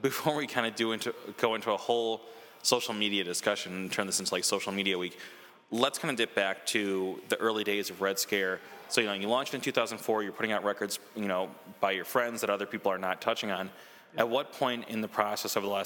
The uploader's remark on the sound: at Gingerman Tavern in Wrigleyville